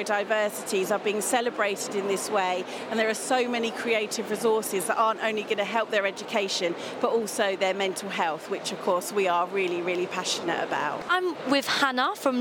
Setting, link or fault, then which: setting, busy venue